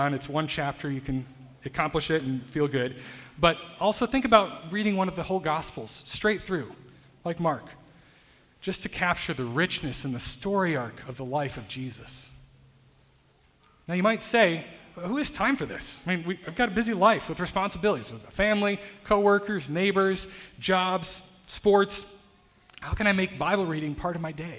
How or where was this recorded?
large echoing room